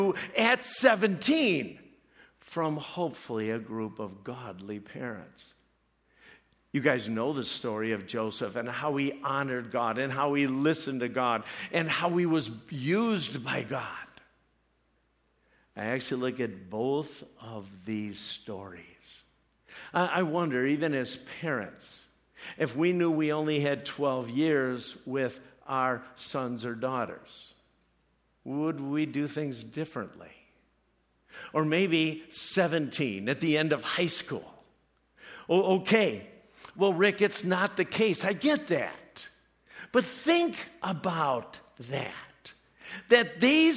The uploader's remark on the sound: preached this message at CrossPoint Church